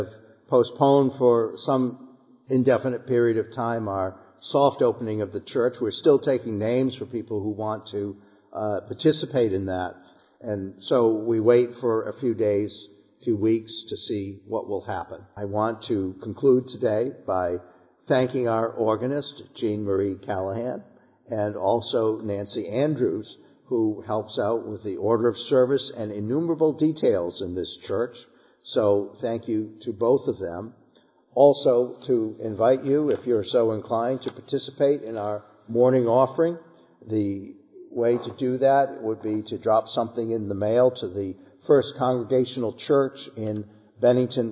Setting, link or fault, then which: setting, large echoing room